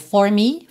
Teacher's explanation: No inglês falado, geralmente a gente diria for me, esse for com R enrolado